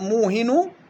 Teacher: قرأ نافع وابن كثير وأبو عمرو وأبو جعفر بفتح الواو وتشديد الهاء موهن كيدة موهن كيدة. وقرأ الباقون بإسكان الواو وتخفيف الهاء